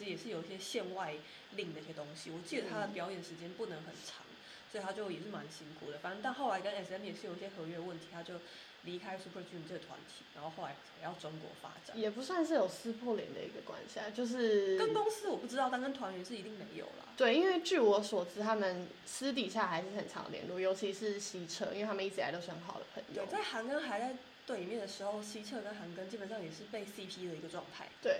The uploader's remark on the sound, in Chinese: 音量注意，音質注意。